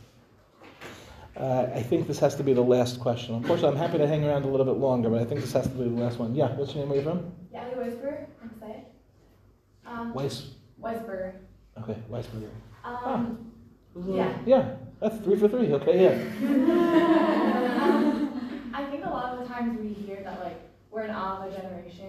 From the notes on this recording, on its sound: In this shiur, delivered to the Shana Bet of Michlala